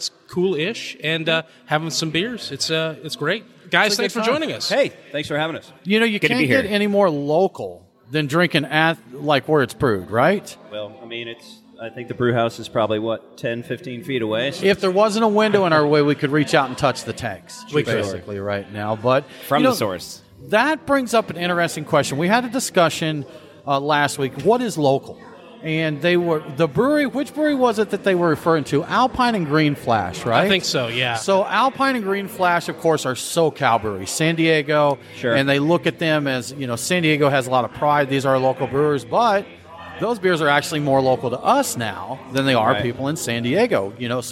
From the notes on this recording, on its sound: Live from Terrapin Brewery. We hung out with the crew at Terrapin Brewery Atlanta for the Live at the Battery beer fest.